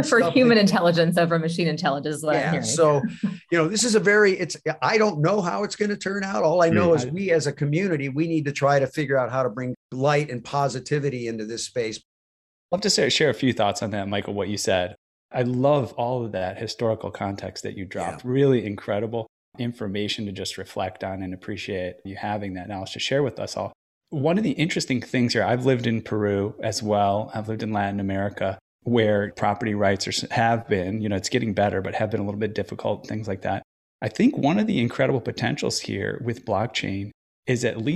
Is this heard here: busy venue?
no